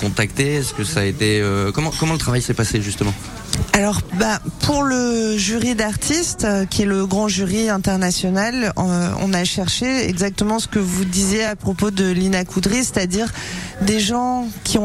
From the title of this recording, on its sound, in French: En direct du Festval International du Film "Nouvelles Vagues" à Biarritz